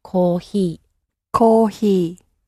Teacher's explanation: Japanese sound is somewhere in between an H and an F.